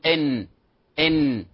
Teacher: النون تخرج من طرف اللسان مع ما فوقه من أصول الثنيتين العلويتين، أصول المنطقة الفاصلة ما بين الحنك المنطقة اللحمية، وهي منطقة ابتداء الثنايا مع المنطقة اللحمية، تسمى أصول الثنيتين العلويتين، تحت مخرج اللام قليلا كما تلاحظون في الشكل الذي على اليمين. · Term: النون المظهرة